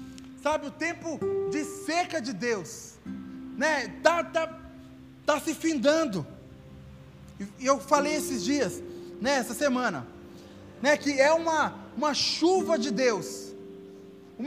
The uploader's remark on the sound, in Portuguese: Áudio do Culto de Domingo do dia 12/12/2021.